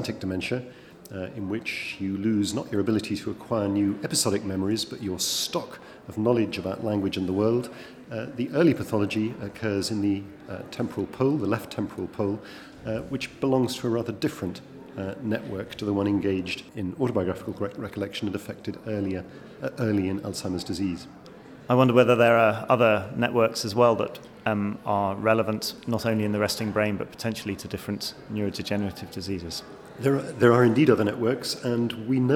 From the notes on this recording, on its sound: This podcast was recorded at the 2015 BNPA AGM.